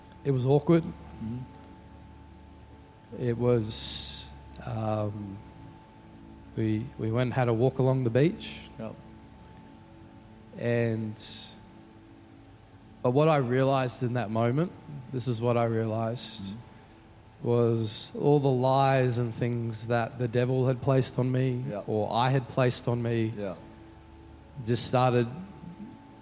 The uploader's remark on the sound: Recorded during our 5pm service.